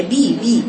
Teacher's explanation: تقول بالظالمين با با با، هي بي بي لأن الباء مكسورة